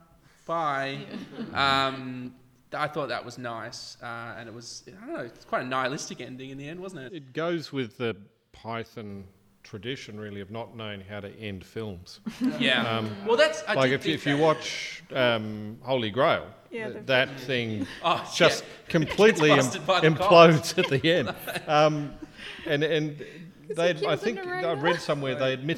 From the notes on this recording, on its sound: CCUC Live! A live audience.